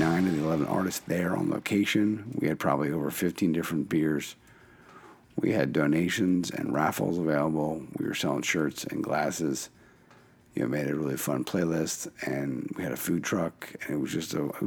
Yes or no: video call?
no